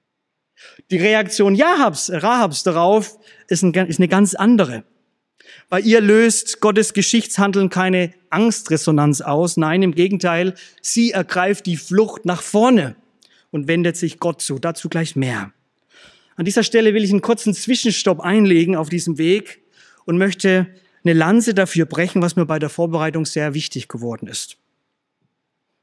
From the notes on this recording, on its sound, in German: aus dem Schwarzbrot-Gottesdienst der Missionsberg-Gemeinde (LM) vom 27.